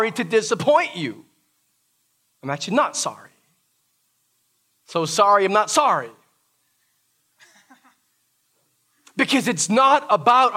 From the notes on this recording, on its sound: This message was preached during our "Prayer & Praise Gathering" - the first live worship service since the COVID 19 pandemic began.